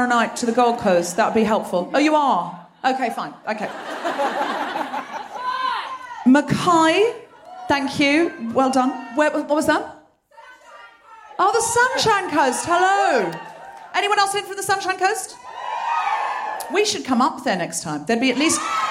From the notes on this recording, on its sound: Recorded 8 February 2020 at the Powerhouse Theatre in Brisbane.